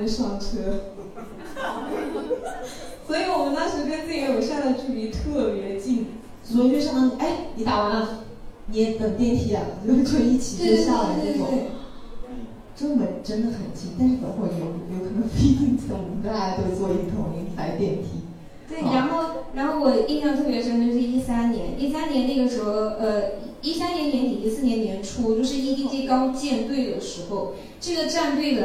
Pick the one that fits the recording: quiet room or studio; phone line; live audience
live audience